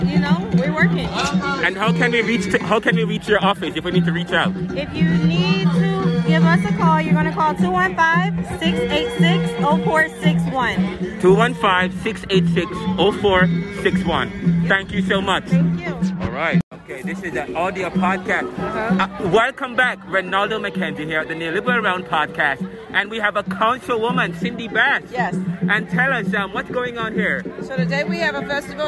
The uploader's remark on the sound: Broadcasting Live from the “Stop The Violence March in Philadelphia Pennsylvania. We started at Roosevelt Middle-school on Tulpehocken street and ended at MLK High School on Stenton Avenue Philadelphia, where the March turned into a Fair with hundreds of city residents and professionals, young and old, police and politicians and political.